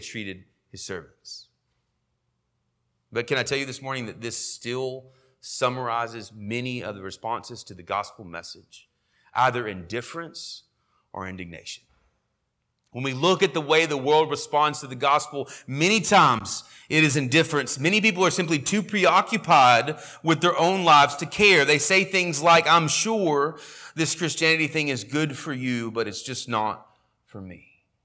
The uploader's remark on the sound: sermon audio from our morning service